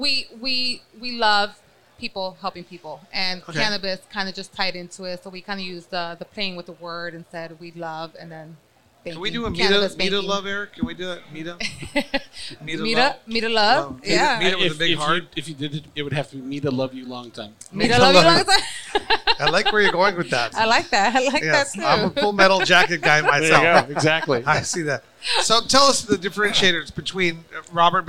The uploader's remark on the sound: Recorded at MJUnpacked NYC